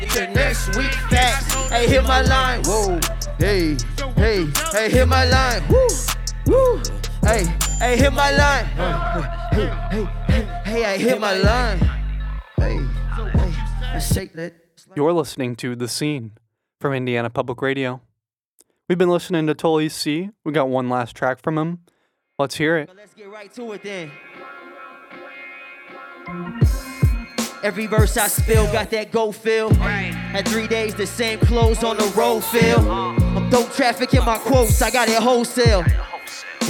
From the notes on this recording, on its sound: At Square Cat Vinyl as a part of the Chreece 5 festival on August 24, 2019.